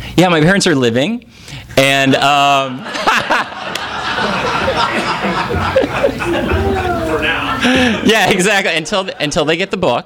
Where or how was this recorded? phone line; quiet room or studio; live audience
live audience